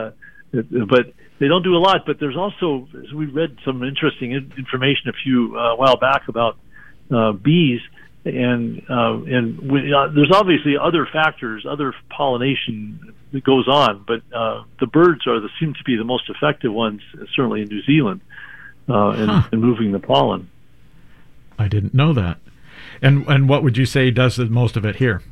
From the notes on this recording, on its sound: Is live in the studio. Will be joining us live via phone.